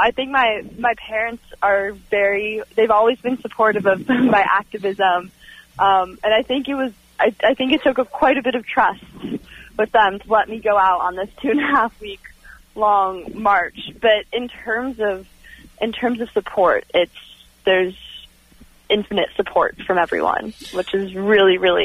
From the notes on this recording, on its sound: Called in from the Sunrise Youth March from Paradise, CA to San Francisco that had reached Winters, CA, 130 miles done of the 266 mile march.